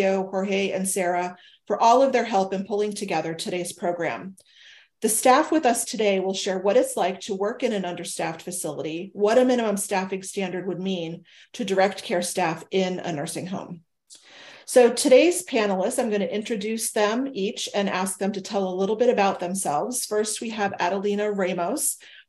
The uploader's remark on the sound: We are sharing the audio from Consumer Voice’s webinar that was part of the “Dignity for All: Staffing Standards Now!” campaign.